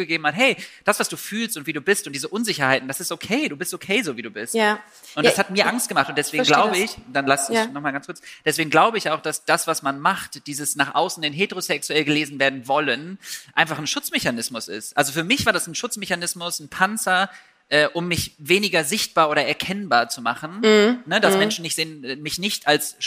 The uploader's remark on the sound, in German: Der Ton in dieser Folge klingt anders.